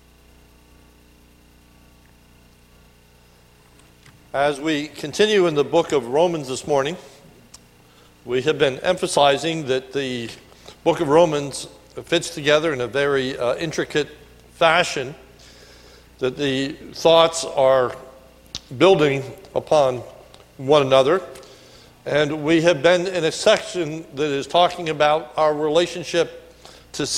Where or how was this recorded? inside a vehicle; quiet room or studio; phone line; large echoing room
large echoing room